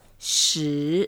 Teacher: 时 is the second tone, and we can make it long and start it up. 时. And the way to say it, we have to curl our lips round it a little bit.